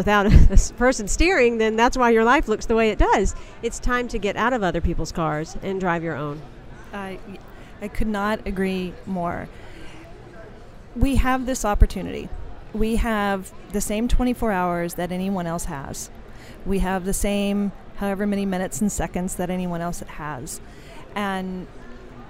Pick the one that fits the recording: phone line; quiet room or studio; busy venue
busy venue